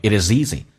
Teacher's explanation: It is easy 用 z 跟 easy 有连音